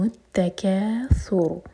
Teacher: إن دونوں آیتوں میں رولز الہا ہا سینے سے الہاکم التکا تا پر زور تا پر شدہ ہے تکاثر دیکھیے سین نہیں ہے تھا ہے تو سین کی آواز نہیں آنی چاہیے تکاثر نہیں کہنا تکاثر اور را کو ساکن کر کے رکیں گے تو را ہیوی ہوگا کیونکہ اس سے پہلے ہے ضمہ